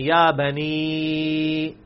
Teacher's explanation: یہ اس کے ساتھ چھوٹی مد بھی ہے کہ اس کو آپ خوبصورتی ہے کہ تین الف تک لے جائیں، ویسے ایک الف بھی کافی ہے